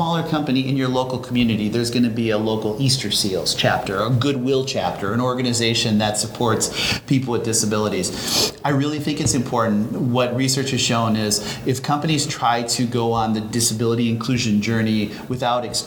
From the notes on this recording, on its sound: live at ANTEC® 2022